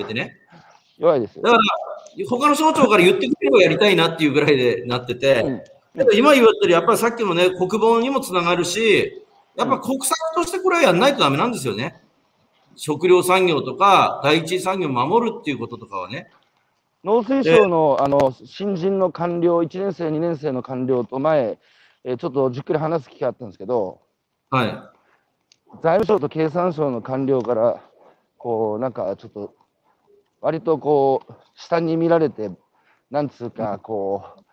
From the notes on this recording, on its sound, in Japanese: 歩きながら1時間、対談する